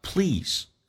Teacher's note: Okay, very good, let's check it out.我们看所有的一些发音的细节。今天的主题叫 It has beenraining，就是它一直在下雨，雨一直没有停过。第一句话，Mary, please wait aminute。Mary,please，这是一个长元音 e，记住后面的那个 z，如果不连音的话，这个 z 可以弱化成一个短促的 s，这叫偷懒现象